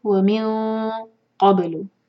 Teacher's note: إخفاء کرتے وقت قاف کے مخرج کے قريب جائیں گے · Term: heavy إخفاء